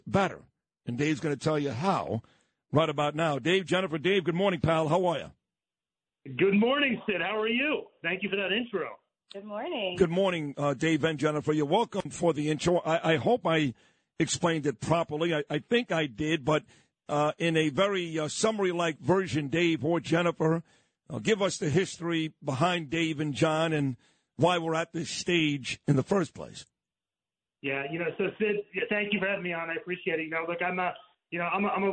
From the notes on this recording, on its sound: call into the morning show